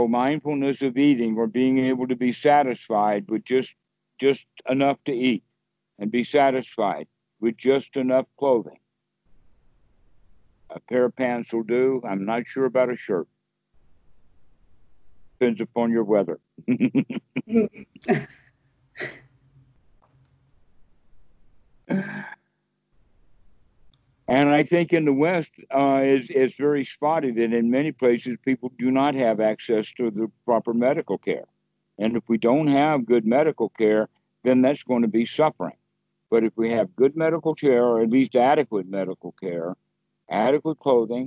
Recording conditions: phone line